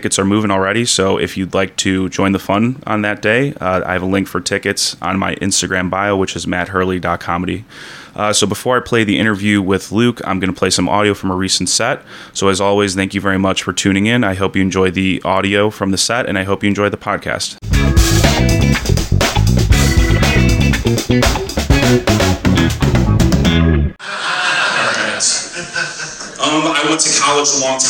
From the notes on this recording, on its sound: Recorded following the comedy open mic at Fells Point Tavern September 6th, 2022.